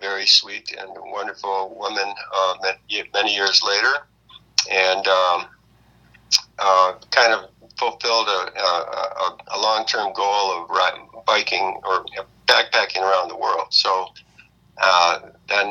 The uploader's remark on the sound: Recorded at via phone in Grand Rapids, Michigan, and Traverse City, Michigan.